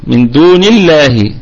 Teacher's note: لام لفظ الجلالة دي مرققة لأنها مسبوقة بكسرة